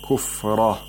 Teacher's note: إن استحبوا الكفر على الإيمان. كفر، را should be pronounced with تفخيم، with the raising of the back of the tongue.